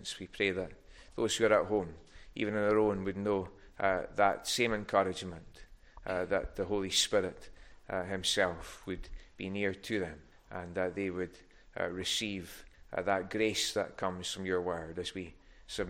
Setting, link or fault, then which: setting, large echoing room